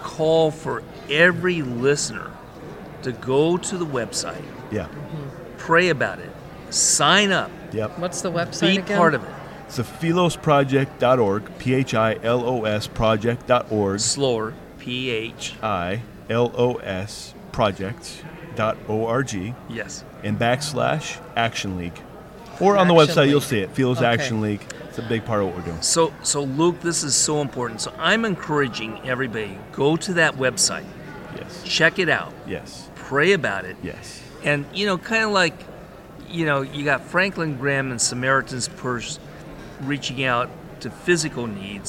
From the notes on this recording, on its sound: at the National Religious Broadcasters Conference